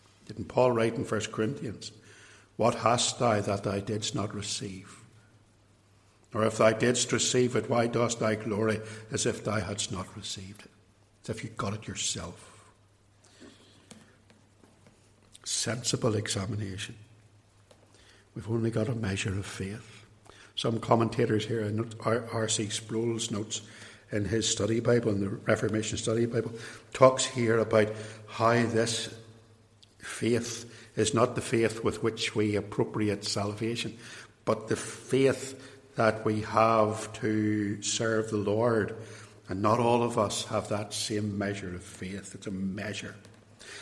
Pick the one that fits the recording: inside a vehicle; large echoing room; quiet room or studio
large echoing room